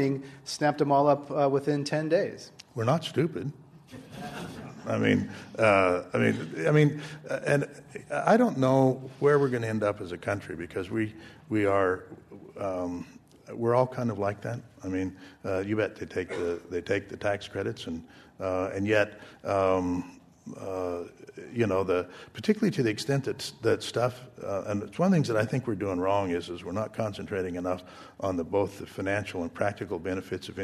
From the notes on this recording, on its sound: This program was recorded in front of a live audience at The Commonwealth Club in San Francisco on January 21, 2010